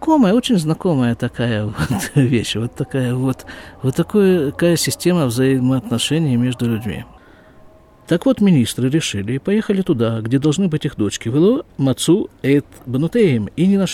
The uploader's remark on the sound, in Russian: Запись из сукки.